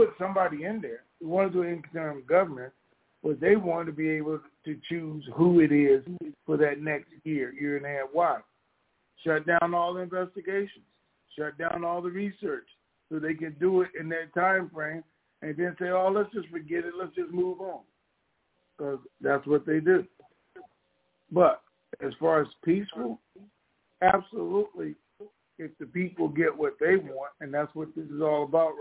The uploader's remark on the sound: Conference Call